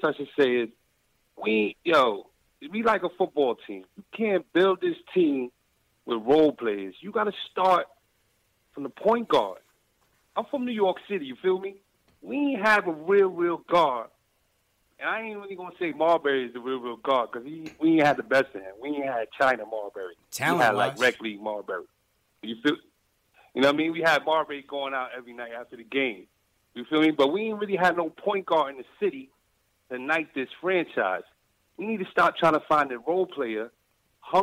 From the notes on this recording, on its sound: Post Game Show. Caller Reactions. Post-game show LIVE after every Knicks game.